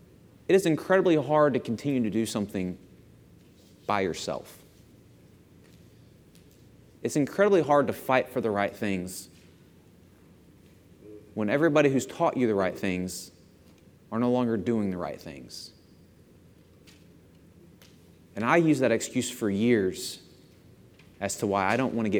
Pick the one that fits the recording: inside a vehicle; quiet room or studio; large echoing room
large echoing room